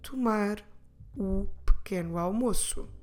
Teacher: Notice how I'm running the two words pequeno almoço together, as if it's just one word. So instead of split them apart, saying pequeno almoço, we prefer to run them together, and it sounds like pequeno almoço.